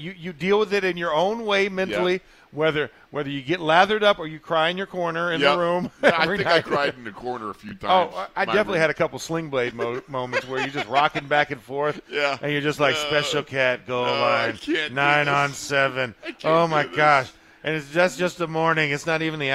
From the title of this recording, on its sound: In the Locker Room Live from Steelers Camp Day 9